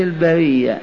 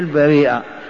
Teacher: لأن البريء هذا أصلها، لكن طلبا للخفة والتيسير حولوا الهمزة ياء وأدغموها في الياء فكانت البرية، والأصل هي البريئة